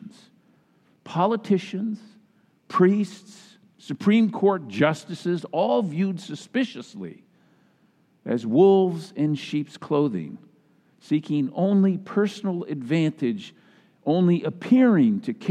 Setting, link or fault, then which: setting, large echoing room